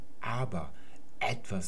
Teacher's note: sprechen wir vor diesem Vokal immer noch einen sogenannten glottalen Verschlusslaut, also eine Verengung ganz tief im Hals